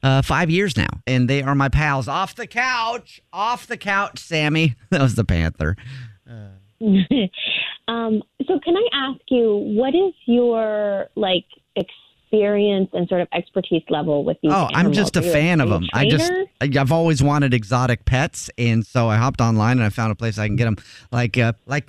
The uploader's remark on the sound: Phone Prank